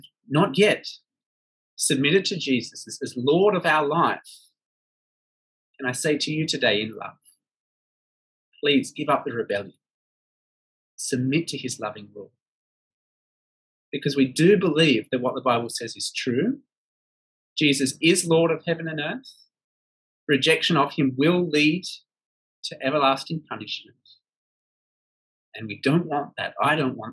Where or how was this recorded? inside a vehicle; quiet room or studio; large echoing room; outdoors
large echoing room